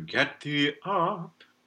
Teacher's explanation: get thee up with a nice glottal on up